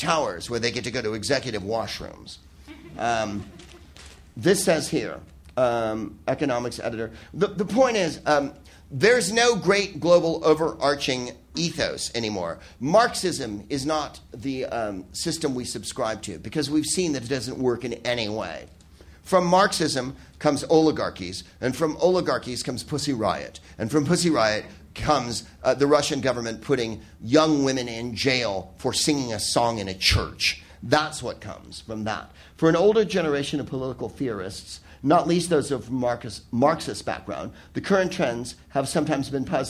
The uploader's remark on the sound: Live from the Soho Theatre in London